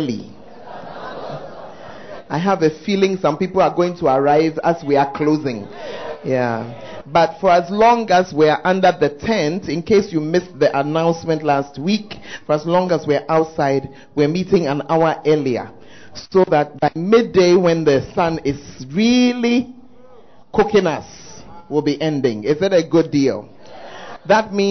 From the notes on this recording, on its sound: Preached At The First Love Center, Ayeduase